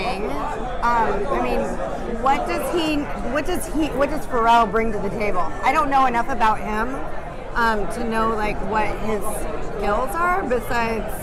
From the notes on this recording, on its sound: In this episode, we are bringing you the news LIVE from NFTNYC 2022!